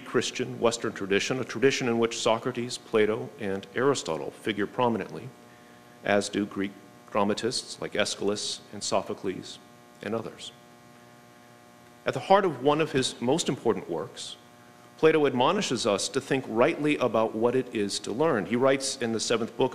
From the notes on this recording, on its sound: Kolbe celebrated its class of 2023 in person in Atlanta, Georgia. Today we bring you their speeches, recorded live during the event.